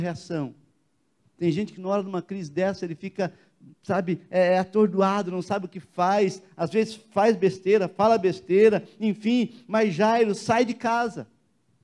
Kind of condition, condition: setting, large echoing room